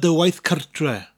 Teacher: Now, because we have the word dy, meaning your, in front of gwaith cartre, there's a soft mutation, the G drops off